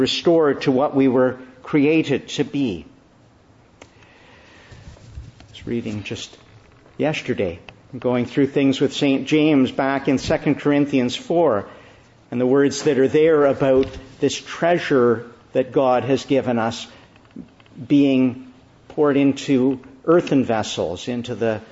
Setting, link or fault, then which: setting, large echoing room